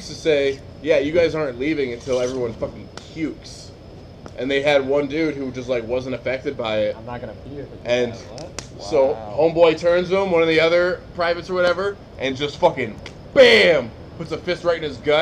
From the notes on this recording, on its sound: By A Campfire. We tried out a new webcam and it did an all right job capturing the audio. Hanging out around the fire with us.